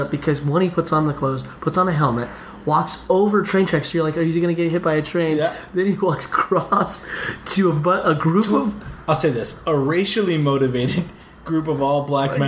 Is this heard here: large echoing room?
no